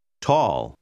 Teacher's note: La lettera A seguita da due L generalmente si pronuncia come una A preceduta da una W.